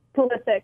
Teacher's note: I need to put the emphasis on the second syllable